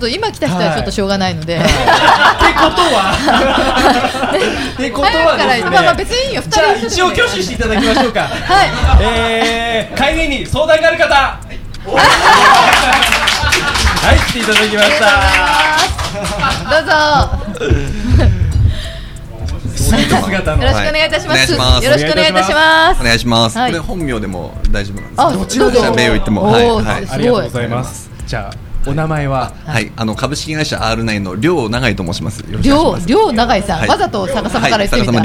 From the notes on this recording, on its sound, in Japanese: 今回も麻布十番商店街入口にある、ビストロ「蝶蝶」にて行われた公開収録の模様をお送りします。